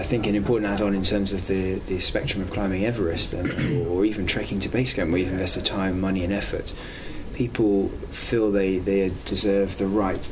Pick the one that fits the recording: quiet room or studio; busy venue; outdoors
busy venue